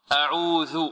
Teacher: أعوذ ذال واضحة لا تلتبس بالدال ولا تكون قريبة منها